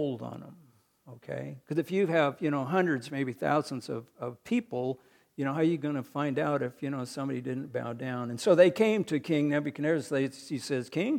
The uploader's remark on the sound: recorded on May 21, 2022, at the Ringgold Seventh-day Adventist Church.